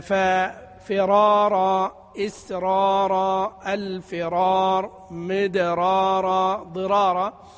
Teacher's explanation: إذا تكررت الراء فإنه حتى تستقيم على شكل واحد فإنه يفخم الراءين حتى تتعدلا، كي تتعدلا.